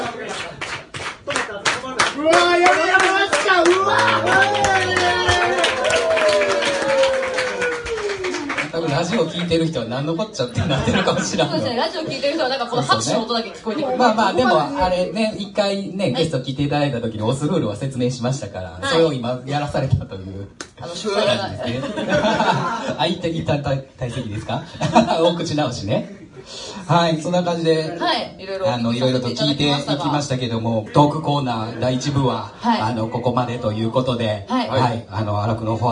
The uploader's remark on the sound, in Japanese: In 特ロボ祭SF16。初の公開生収録！！会場：京都祇園アニソン＋ボカロCafe＆Barスワロウテイル。